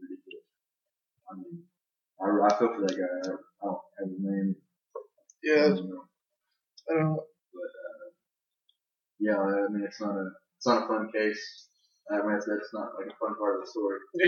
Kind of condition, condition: fault, poor sound quality